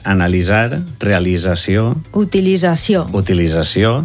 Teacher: La manera estàndard valenciana que es recomana, que és més natural i més fàcil, és com una S sonora.